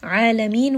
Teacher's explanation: A, this is a two count med. Ain from the middle of the throat. Alameen, we end on a four count.